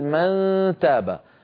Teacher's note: من هذه الأسهم الكبيرة التي ترونها تظهر من الوترين الصوتيين وتمر عبر الخيشوم إلى أن تخرج من فتحتي الأنف، هي كناية عن صوت الغنة. من إذن لساني قريب من مخرج الدال، قريب من مخرج التاء، وفي صوت من الخيشوم غنة كاملة الطول